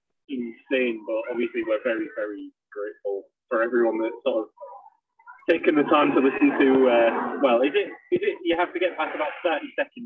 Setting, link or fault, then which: link, phone line